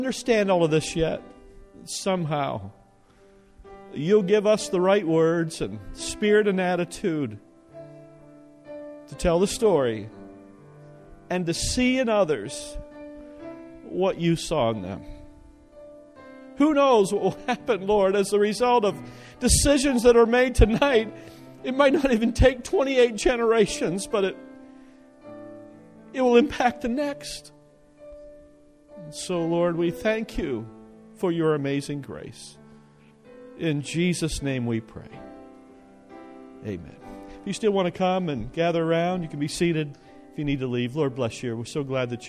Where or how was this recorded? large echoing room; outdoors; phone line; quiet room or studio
large echoing room